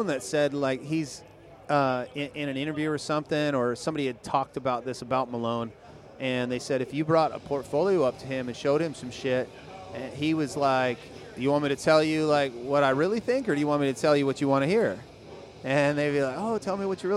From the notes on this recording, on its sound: Sits down with me in the Sullen Clothing booth at the 2014 Ink &amp; Iron tattoo festival. Sits down with me in the Sullen Clothing booth at the 2014 Ink & Iron tattoo festival.